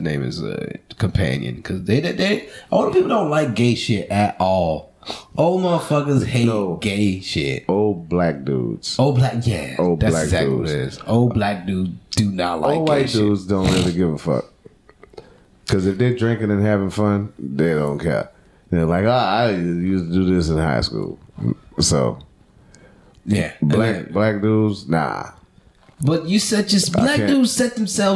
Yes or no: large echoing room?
no